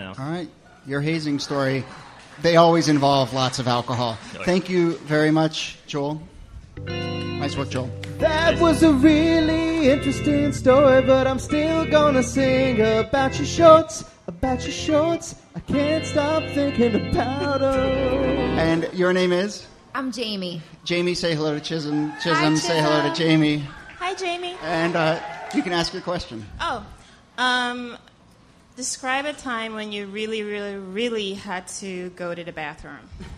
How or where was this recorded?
live audience